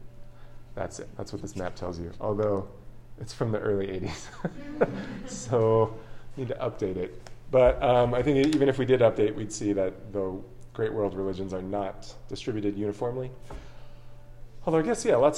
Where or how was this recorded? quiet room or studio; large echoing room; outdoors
large echoing room